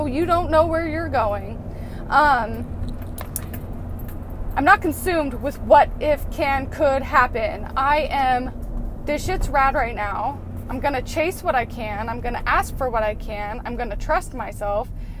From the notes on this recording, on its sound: Random thoughts in the car, at the moment.